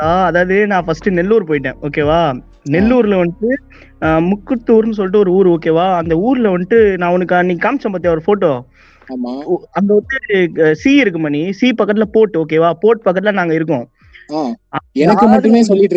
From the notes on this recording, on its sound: Phone Call. Were not together to Record. Apology for the audio.